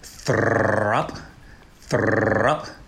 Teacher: You got to get that that bilabial fricative going.